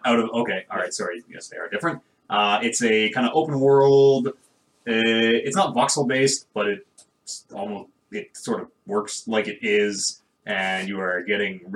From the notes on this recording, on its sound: The One Where the Mics Didn't Work. The One Where the Mics Didn’t Work. Something went horribly wrong with this podcast. It sounds just awful.